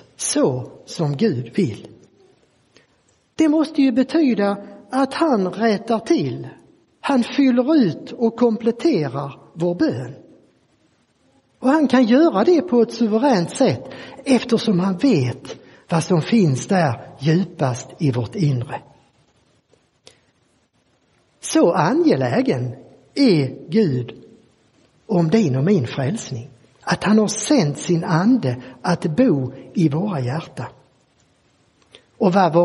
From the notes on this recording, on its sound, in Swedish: Inspelad i Roseniuskyrkan den 14 maj 2023.